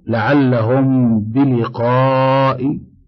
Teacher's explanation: مسألة واحدة واجبة الإخفاء، وهي الميم التي بعدها باء نحو لعلهم بلقاء.